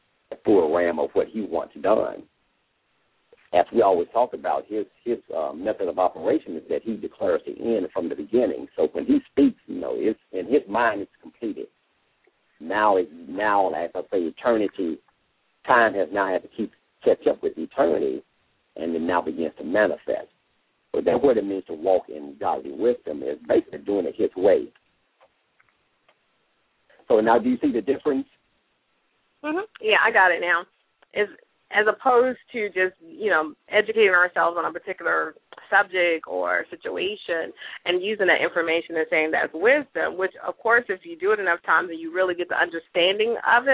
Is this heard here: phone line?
yes